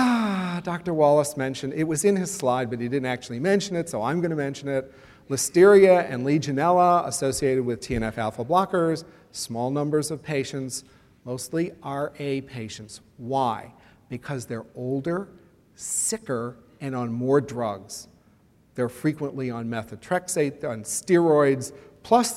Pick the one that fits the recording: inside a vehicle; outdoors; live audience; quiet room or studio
live audience